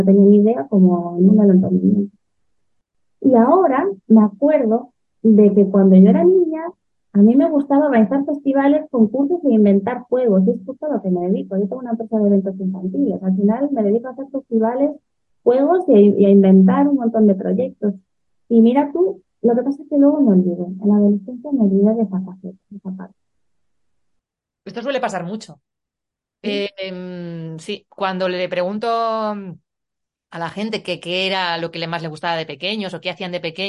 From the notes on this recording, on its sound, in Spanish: Pero antes de que le des al play, te aviso, el audio es de bastante mala calidad. He hecho lo que he podido para mejorarlo, pero el resultado tampoco ha sido bueno.